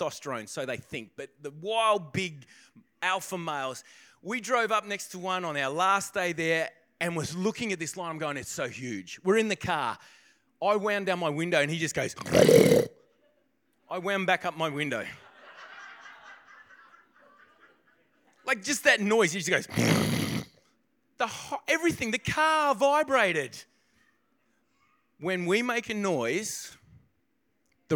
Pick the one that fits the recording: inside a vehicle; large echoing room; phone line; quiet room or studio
large echoing room